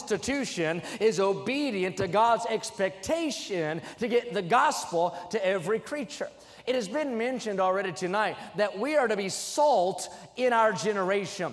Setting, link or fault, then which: setting, large echoing room